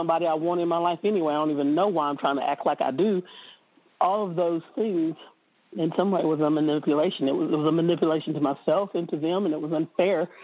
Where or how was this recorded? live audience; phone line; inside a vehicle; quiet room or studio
phone line